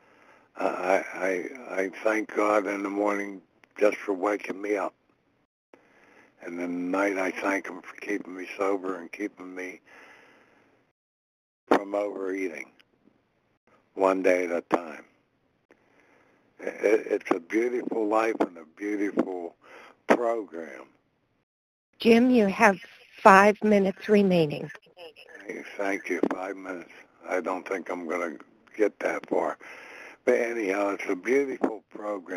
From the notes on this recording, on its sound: 100 Pounders Phone Meeting